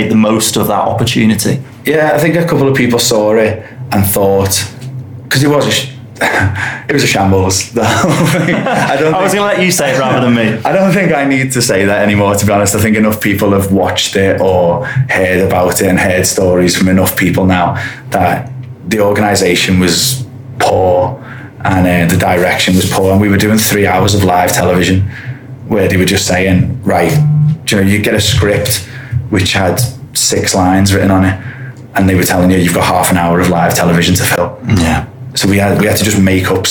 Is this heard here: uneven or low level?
no